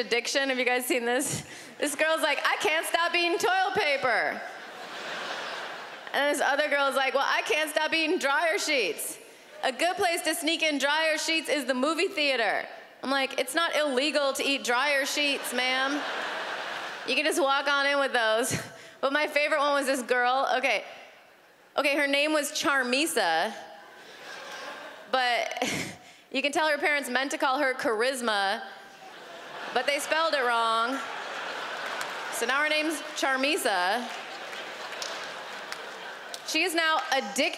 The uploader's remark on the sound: stand up from the Just For Laughs Festival in 2015